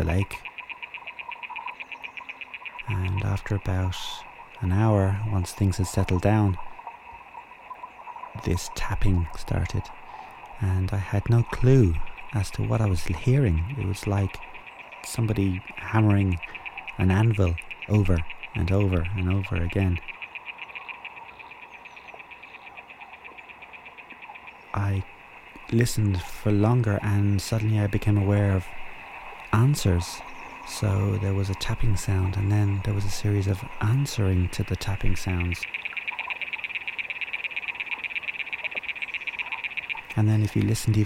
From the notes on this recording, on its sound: Spent 6 months recording over and under Lough Neagh waves in Co. Antrim. Spooky sci-fi sounds from the deep, including fish and animals.